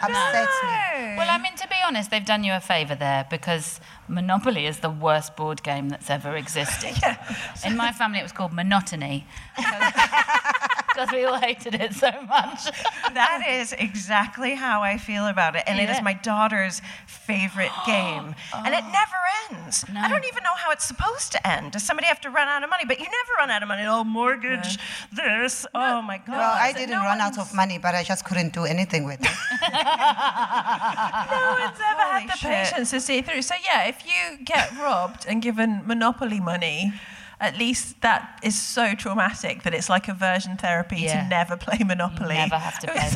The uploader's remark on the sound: We finally heard from a member of the audience